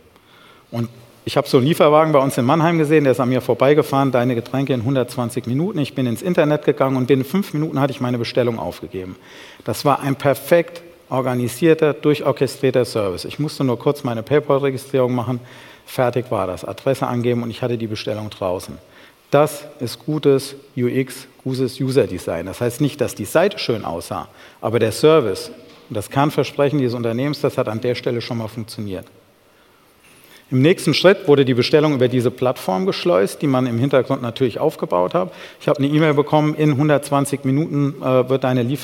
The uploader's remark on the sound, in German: beim auto motor und sport Kongress 2019